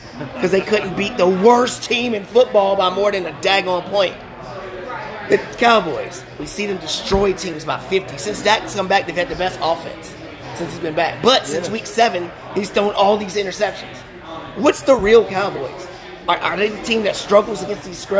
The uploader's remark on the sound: Live at Macados!